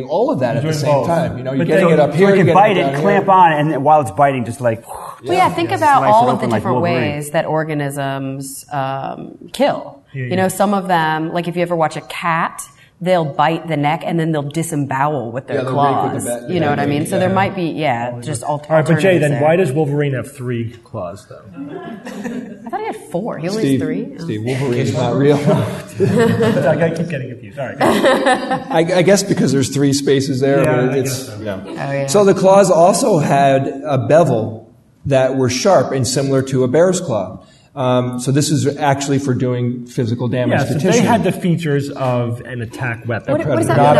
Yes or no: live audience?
yes